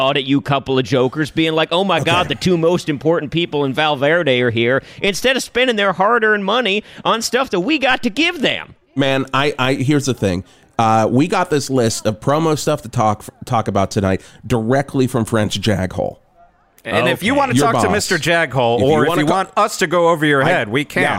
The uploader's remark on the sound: Live from Val Mart!